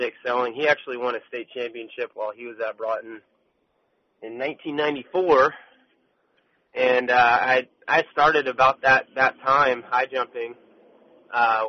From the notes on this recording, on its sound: calls